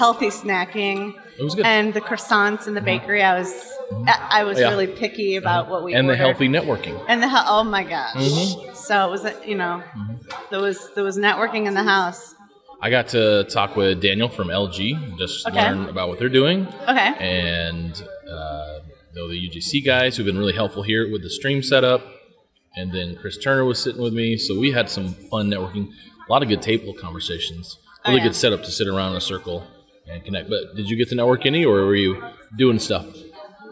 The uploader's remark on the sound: Live From EsportsNext